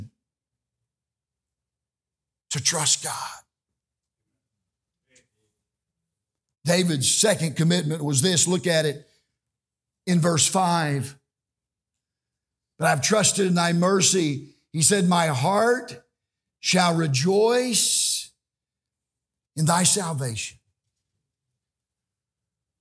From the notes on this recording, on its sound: This message is from The REST Conference during the midweek meeting of Tabernacle Baptist Church.